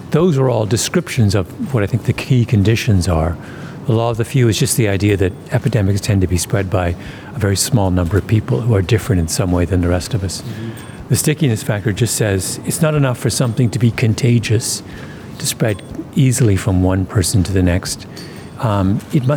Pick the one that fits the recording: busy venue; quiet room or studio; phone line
busy venue